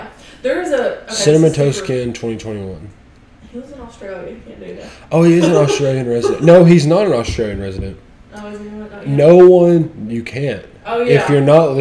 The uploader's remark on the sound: This was one of the more heated episodes so maybe an headphone warning is necessary.